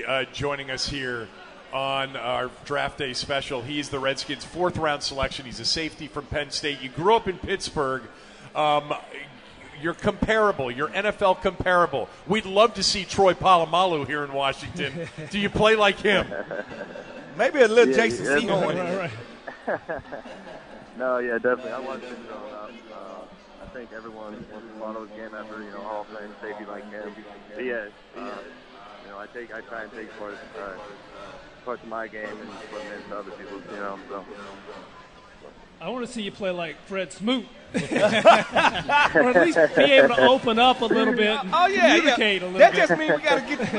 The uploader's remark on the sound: at the 2018 Redskins Draft Party